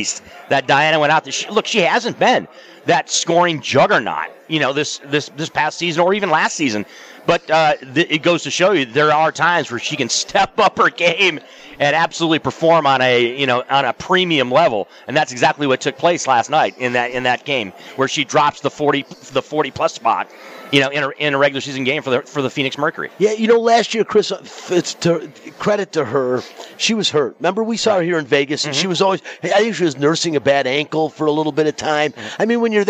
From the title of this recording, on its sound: Live from the Super Book at the Westgate Las Vegas